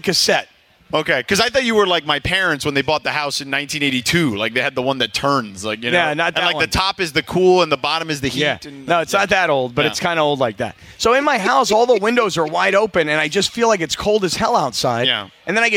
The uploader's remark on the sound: HR 1: Another Remote! Live at Hollywood Park Casino.